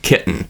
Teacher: since that T is between vowels, it's turned into a glottal stop, kitten. Whereas I've heard some other speakers turn it into more of a flap, so it's kitten.